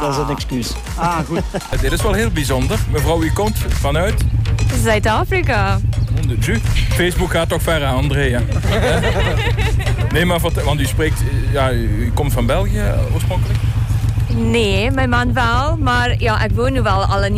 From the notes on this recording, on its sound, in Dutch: Compilatie live-uitzending Hap & Stap. Omroep Voeren live bij het wandelevenement Hap & Stap. Een compilatie van de interviews en reportages.